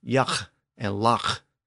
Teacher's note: the breathy consonant sound in the back of the throat that we hear at the end of words like yach and lach